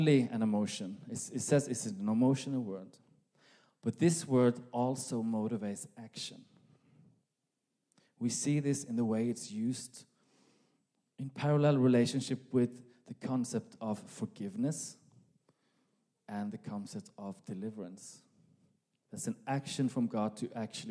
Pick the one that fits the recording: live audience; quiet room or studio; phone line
live audience